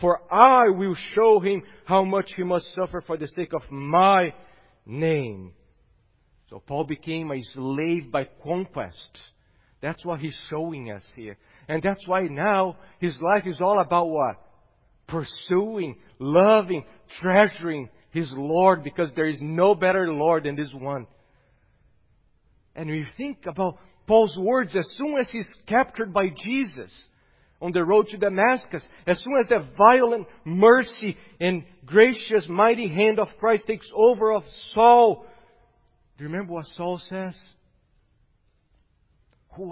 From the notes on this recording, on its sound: at Gracious Cross Reformed Church Salem on Sunday, March 21st, 2021.